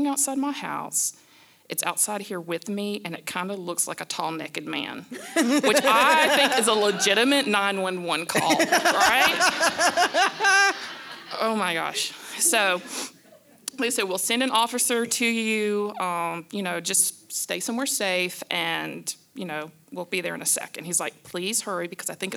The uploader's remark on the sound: Our LIVE show from Wetumpka Depot Theater!